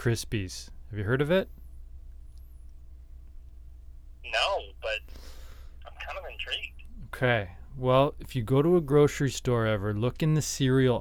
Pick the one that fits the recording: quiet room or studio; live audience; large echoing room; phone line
phone line